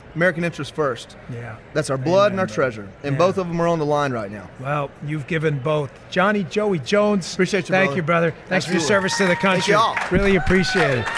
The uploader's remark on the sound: Live from the Patriot Awards in Hollywood Florida